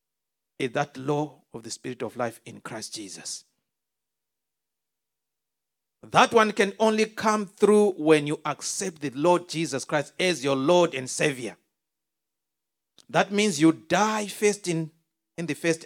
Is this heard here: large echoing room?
yes